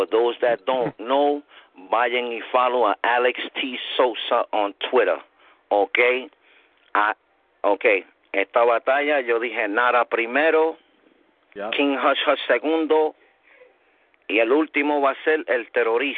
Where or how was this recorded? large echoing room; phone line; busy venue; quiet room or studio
phone line